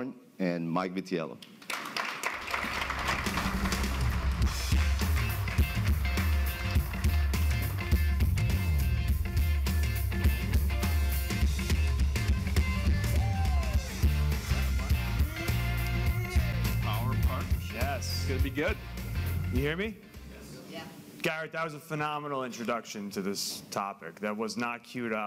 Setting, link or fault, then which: setting, live audience